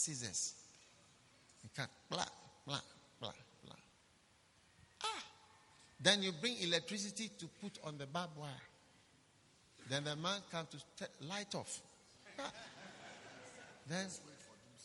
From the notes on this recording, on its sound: Preached at a Healing Jesus Campaign Pastors' conference in Tepa, Ghana